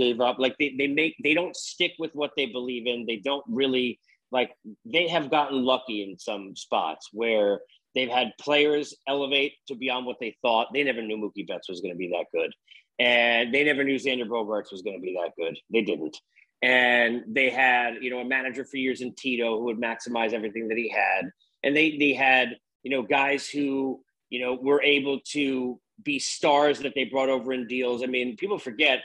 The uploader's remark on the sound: Zoom had a time limit, it ran out